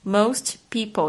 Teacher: Most peopleexist。他说呢，大部分的人就是 mostpeople。Most people, mostpeople，有时候那个 t 就变得弱化掉，好像听不太到